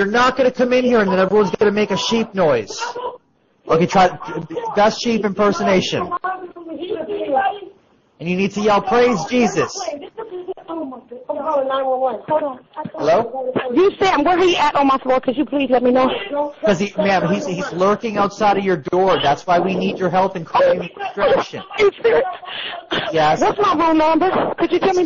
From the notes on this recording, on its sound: Prank Phone Calls.